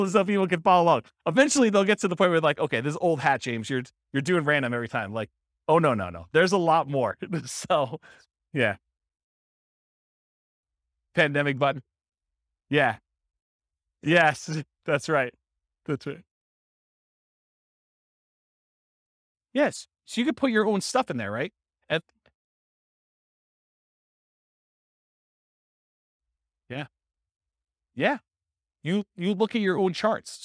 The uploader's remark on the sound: This was a live class recorded